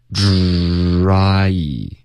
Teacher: 它是一个卷舌音 OK 所以是一个吱吱的音然后嘟嘴